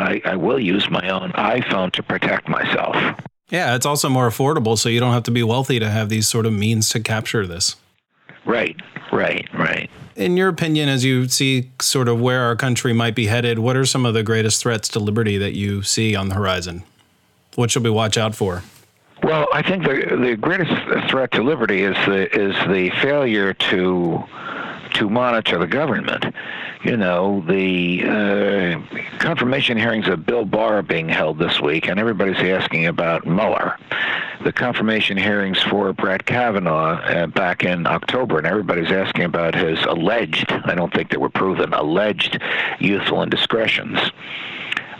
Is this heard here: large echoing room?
no